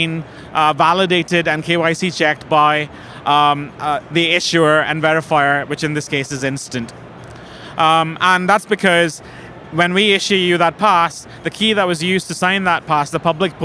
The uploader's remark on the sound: Money20/20 USA 2022. Recorded in partnership with Banking Circle at Money20/20 USA, that took place in Las Vegas. We recorded a series of interviews on the Banking Circle booth with a number of the speakers and attendees from the conference.